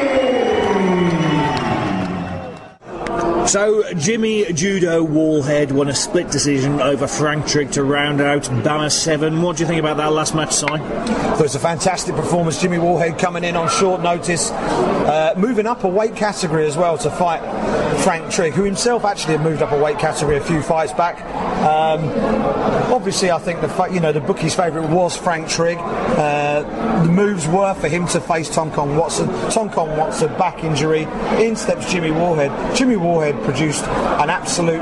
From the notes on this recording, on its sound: BAMMA 7. Live reaction from cageside.